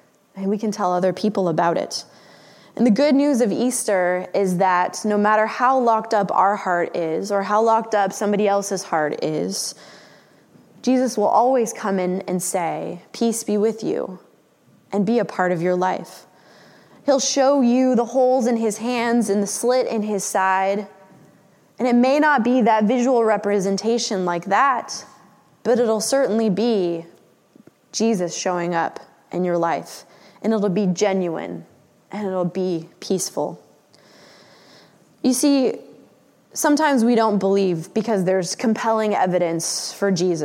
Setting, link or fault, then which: setting, large echoing room